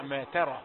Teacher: شوف التاء رقيقة ازاي، تاء رقيقة وجميلة، والراء بعدها مفخمة على طول. الذي يخطئ ولا يعني ينضبط يقول ما ترى، ما ترى، خد بالك تحذير.